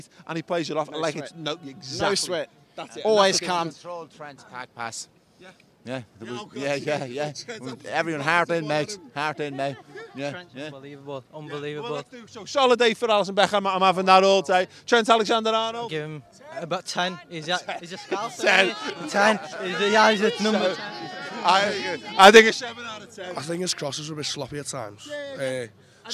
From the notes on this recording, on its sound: outside Anfield